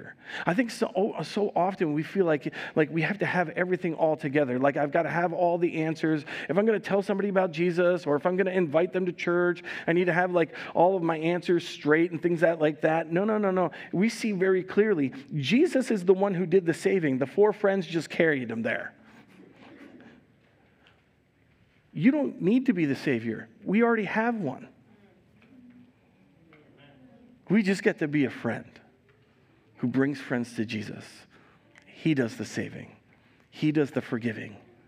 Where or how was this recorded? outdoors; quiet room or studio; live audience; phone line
live audience